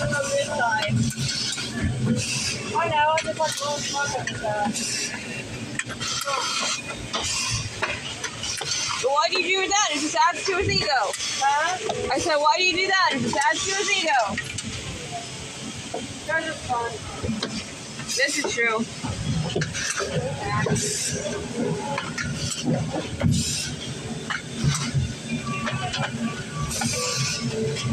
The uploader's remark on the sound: Asmr at a car door factory. May include some conversations. We put the phone in the machines to record the pallets going past and the screw guns. We talked so there may be conversations.